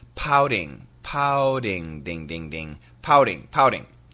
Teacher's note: Now, in America, we don't say pouting. It's actually a flat T sound and it sounds like a D.